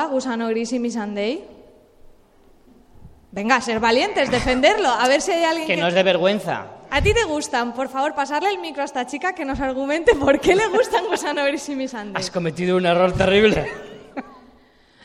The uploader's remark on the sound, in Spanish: Directo en FanCON 2016. Ya podéis escuchar el programa que grabamos en directo en Fancon Barcelona. Además contamos con un público maravilloso que también participó en la grabación.